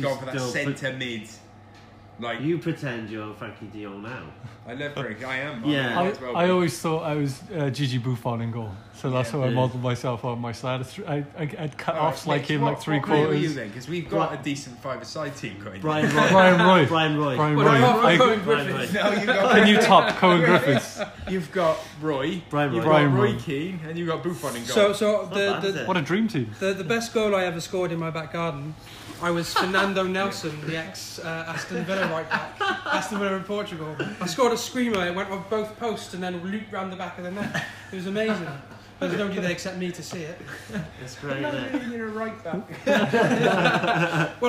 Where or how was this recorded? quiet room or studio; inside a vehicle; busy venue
busy venue